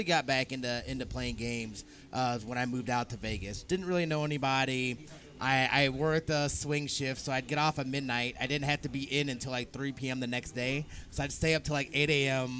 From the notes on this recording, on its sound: Live at Extra-Life 2019. For the first time ever, the CFG GameCast Crew are together in real life to record an episode!